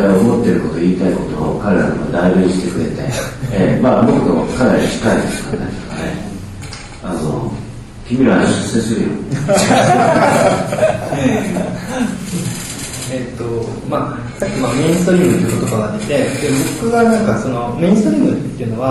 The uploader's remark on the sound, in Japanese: 京都大学高松研究室展覧会「the horizon」にあわせて、京都にてはじめて建築系ラジオ公開収録が開かれた。京都のASPHODELにて。